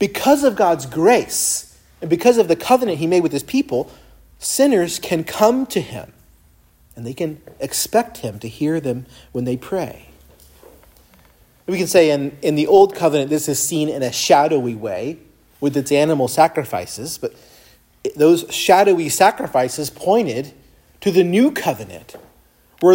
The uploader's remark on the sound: preached at Christ Our Savior Baptist Church on Sunday, November 5, 2023